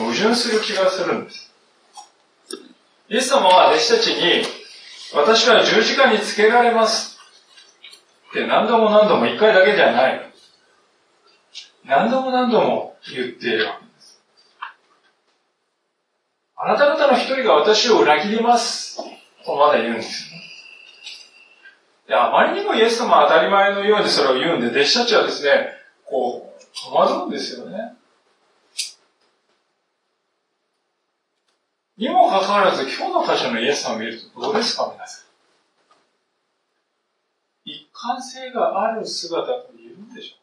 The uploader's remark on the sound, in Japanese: 録音時のミスにより前半部分で音質が悪くなっています。